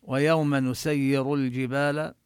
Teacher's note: نسير الراء فيها مفخمة